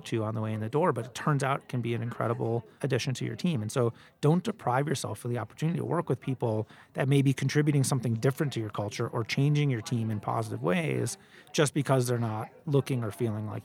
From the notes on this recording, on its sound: Live from the World Economic Forum in Davos Switzerland